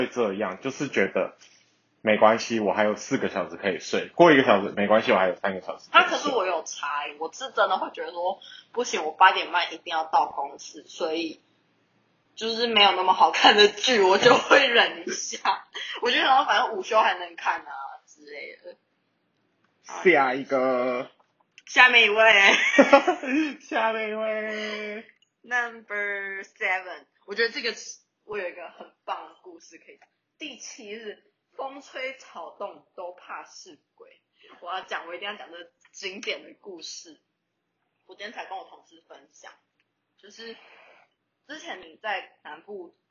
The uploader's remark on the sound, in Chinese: 第一次的試錄，有一些音質上的瑕疵煩請見諒～。